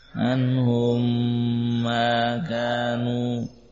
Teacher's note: Ditahan suara mim sukun anhum, ya, diberi gunnah yang sempurna ukuran dua harakat. Dua harakat min bastin wa dhammin, ya, membuka dan menutupnya telapak tangan.